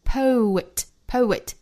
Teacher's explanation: inside out, inside out 后面 think of the poet, poet 这个词不太好读，我们发现它应该是一个 po 到这儿之后再去加一个小小的元音 poet 我们发现这个词里面居然有一个小小的 w 的发音那其实也是属于元音加元音连读嘛我们说到了 po 这个 w 后面加任何一个元音就要中间添音添一个小小的半元音 w poet 所以说这个词虽然只有四个字母发起来还不太好发 poet 那我们再来想另外一个词就是诗歌那个词哈读成 poem 也是一样的一定要注意单词里面是含有小小的单元音 poet 后面 who 800 years